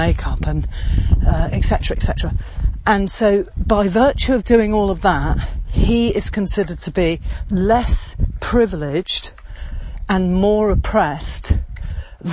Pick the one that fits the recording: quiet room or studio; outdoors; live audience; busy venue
outdoors